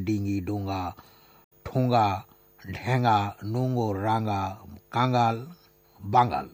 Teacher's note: কাজেই এসব শব্দের উচ্চারণে গয়ের যে ধ্বনি সেটি আসবে না